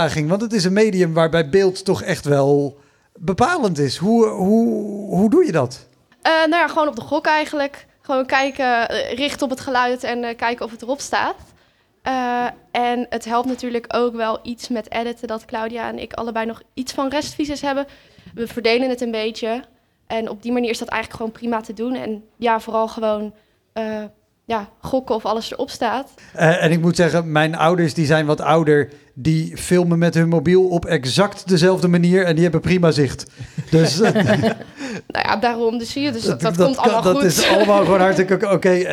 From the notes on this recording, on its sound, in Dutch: Live seizoenspresentatie. Tijdens een live podcast in Bibliotheek Mariënburg te Nijmegen.